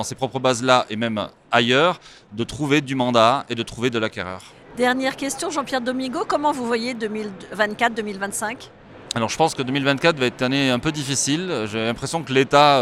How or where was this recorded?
busy venue